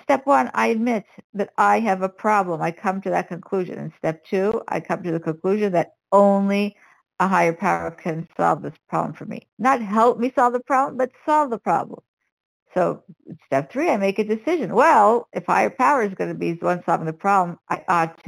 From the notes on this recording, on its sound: 100 Pounders Phone Meeting